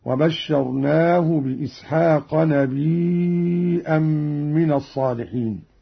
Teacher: همز قالون الياء وتصير عنده مدا متصلا يمد مقدار 4 حركات